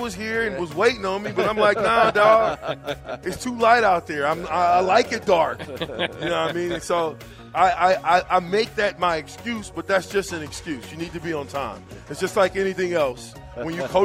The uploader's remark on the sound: LIVE at Wingstop